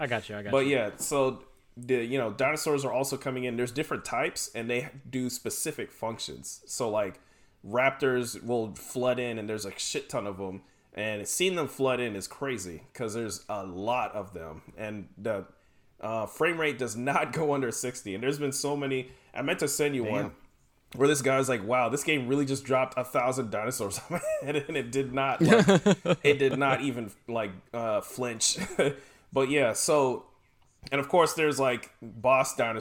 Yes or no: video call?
no